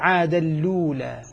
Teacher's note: ينقل حركة الهمزة إلى اللام، يلقيها على اللام ويحذف الهمزة فتصبح عاد اللولا، ويدغم التنوين ويدغم إدغام بغن إدغام بغير غن عاد اللولا. · Term: النقل